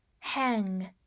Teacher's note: 这里的 A N G 就是发 Ang 这个后鼻音